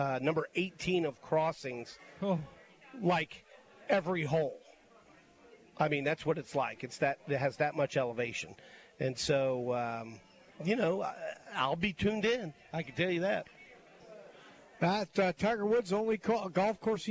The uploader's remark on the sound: LIVE from Felix's Fish Camp!